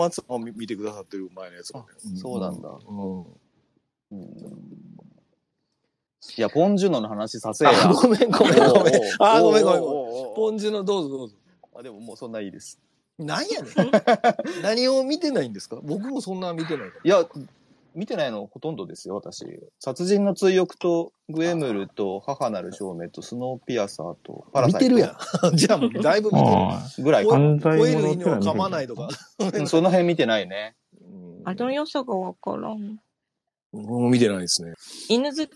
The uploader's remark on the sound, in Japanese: この配信は、2023年1月にスペースで収録した音源を編集したものです。生活音とかノイズとかふとしたネタバレとか、色々ごめんなさい。